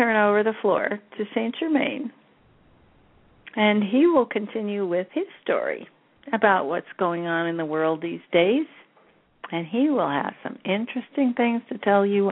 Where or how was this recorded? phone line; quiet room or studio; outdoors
phone line